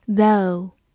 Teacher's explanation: T H 发咬舌音 the。O U 发 O 这个双元音